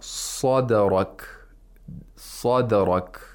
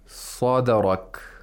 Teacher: The sound of dal comes back. We have a bouncing effect. Sadarak. Right whenever the tongue touches the place of articulation of dal, it doesn't stay there. · Term: qalqala of dal